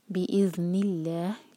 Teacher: قلبک بإذن اللہ، ذال پر ہم تھوڑا ٹائم دیتے ہیں، رخاوا کرتے ہیں. بإذن اللہ، لام جلالہ لائٹ ہوگا. یہاں سانس ٹوٹتی ہے تو ہمیں پھر یہ لا چار حرکہ کھینچنا ہوگا، پھر یہ بنے گا مد عارل سکون.